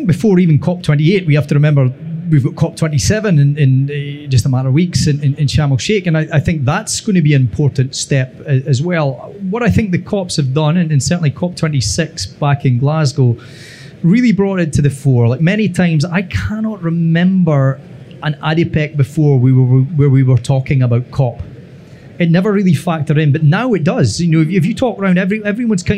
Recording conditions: busy venue